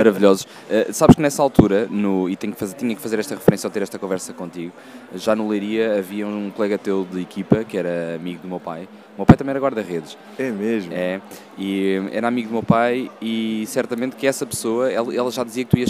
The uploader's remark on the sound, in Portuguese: Podcast gravado durante o Thinking Football Summit, evento máximo da Liga Portugal.